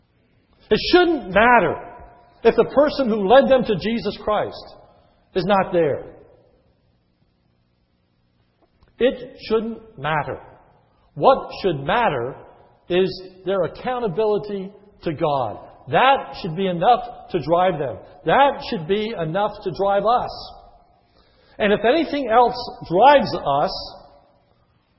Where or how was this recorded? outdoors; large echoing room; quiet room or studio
large echoing room